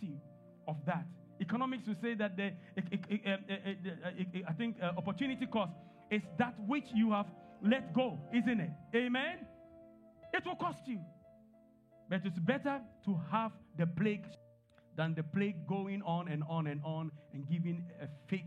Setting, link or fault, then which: setting, large echoing room